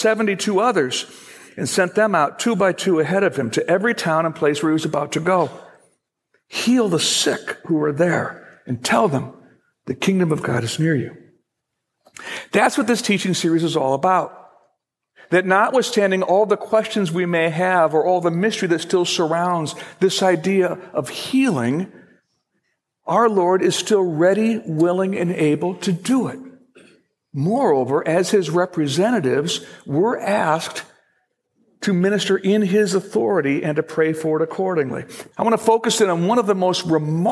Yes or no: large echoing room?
yes